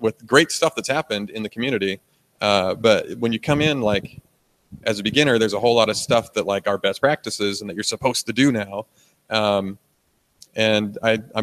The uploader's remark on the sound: We'll be live and on-site at React Rally. JavaScriptAir is the live broadcast podcast.